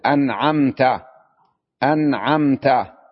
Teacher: إذا جاءت بعد النون الساكنة أو التنوين يجب الإظهار، مثل أنعمت، أنعمت، نون ساكنة بعدها عين لا يجوز فيها الإدغام ولا الإخفاء ولا الإقلاب، إنما الإظهار